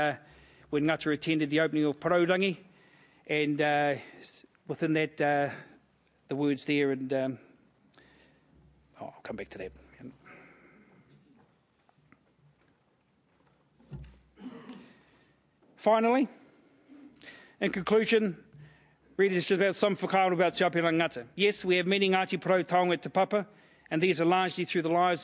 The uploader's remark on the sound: As part of this year's Sir Apirana Ngata Memorial Lectures.